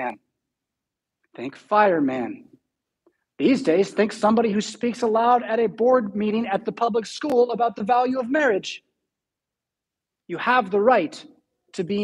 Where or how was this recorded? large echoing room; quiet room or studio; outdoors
large echoing room